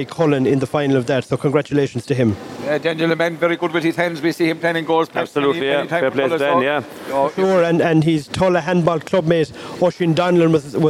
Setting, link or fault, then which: setting, busy venue